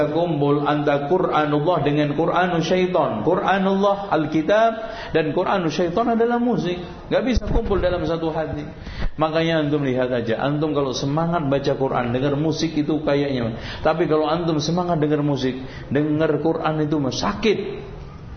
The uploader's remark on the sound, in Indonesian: yang diselenggarakan di Masjid Raya Cipaganti, Bandung pada tgl 14-15 April 2012